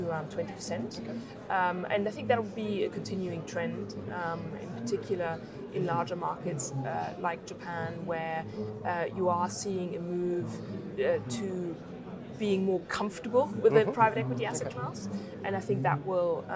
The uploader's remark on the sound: Our interviews at international private equity conference Ipem 2020, held in Cannes.